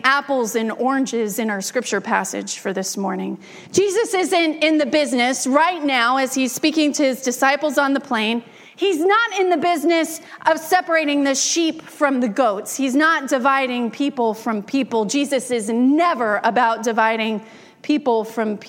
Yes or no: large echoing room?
yes